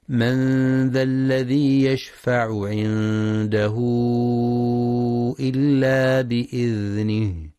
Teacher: فتمد أربع أو خمس حركات وتلحق بالمد المنفصل، وحكمها الجواز. · Term: مد صلة كبرى